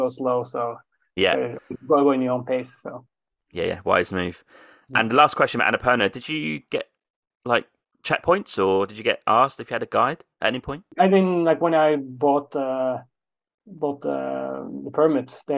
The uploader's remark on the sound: A month later, we caught up on Zoom for this interview.